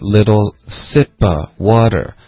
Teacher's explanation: 他说的时候是把 sip 的 sip 音，然后 water 的 w 都加了重音